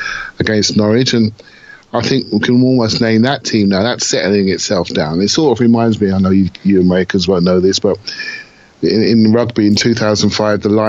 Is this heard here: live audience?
no